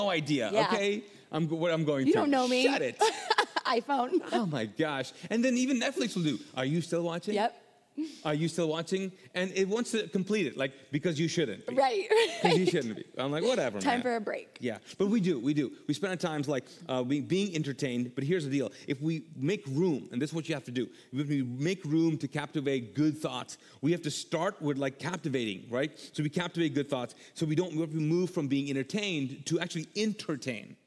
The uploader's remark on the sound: This episode was recorded live from the Mosaic Church "Hope Center" in Charlotte North Carolina.